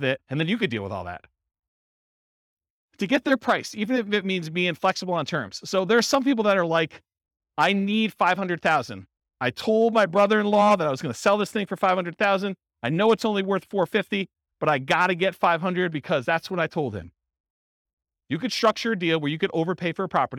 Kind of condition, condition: setting, live audience